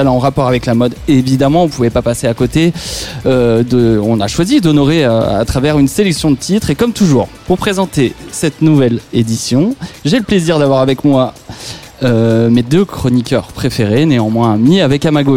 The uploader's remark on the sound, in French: en direct du WHO'S NEXT